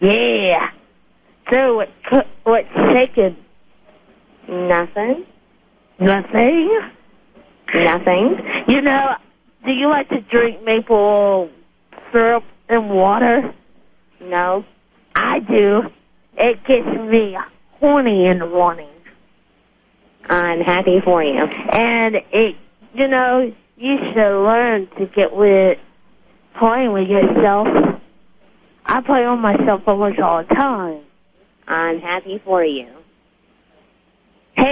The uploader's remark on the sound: Prank Phone Calls Collection: 63 Crank Calls